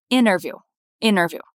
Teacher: você pode falar também, você vai ouvir muita gente falando essa palavra, entrevista, interview, sem o som do T. Então fica interview, interview, tá?